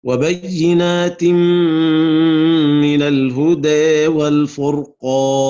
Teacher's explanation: والكسائي توقف على الإمالة في لفظ الهدى